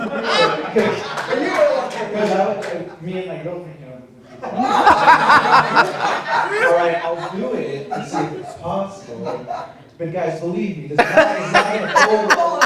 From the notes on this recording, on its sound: We’re continuing our Midsummer Scream coverage with another panel recorded live from this year’s show.